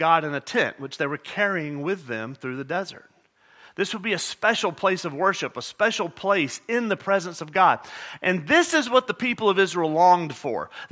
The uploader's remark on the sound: at Murrieta Valley Church in Murrieta, California